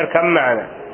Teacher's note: كأن ما عندك باء، اركب معنا، إنما مع الإدغام